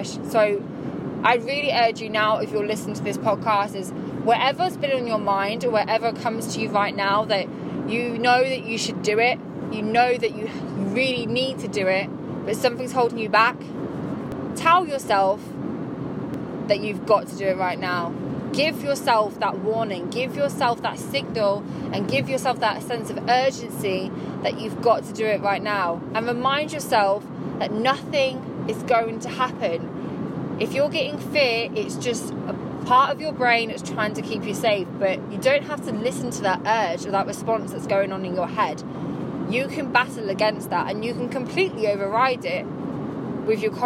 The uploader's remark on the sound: I decided to record this while driving back home